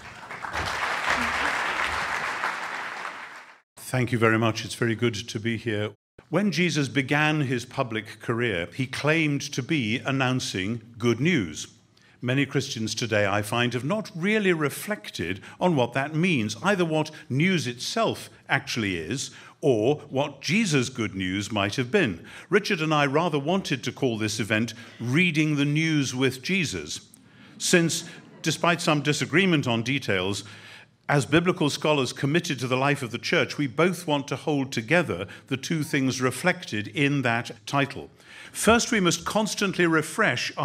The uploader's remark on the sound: This conversation took place on February 24, 2016 at the National Press Club in Washington, D.C.